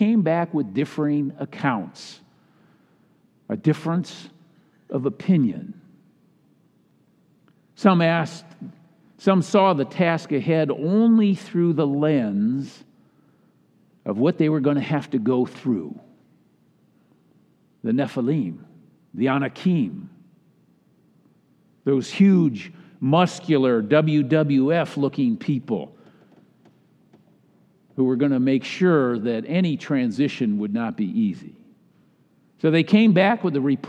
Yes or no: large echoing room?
yes